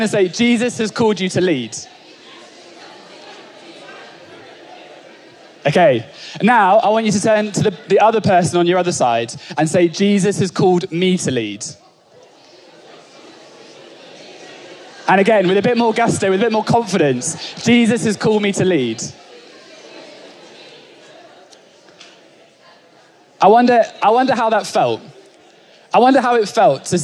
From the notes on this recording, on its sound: Onelife Conference 2022. Speaking at our 2022 Onelife Conference.